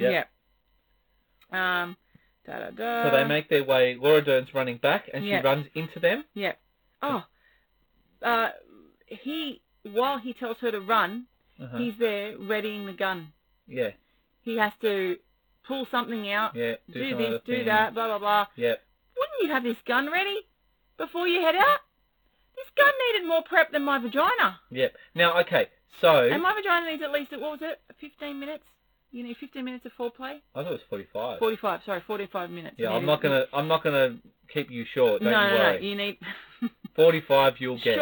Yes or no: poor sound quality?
yes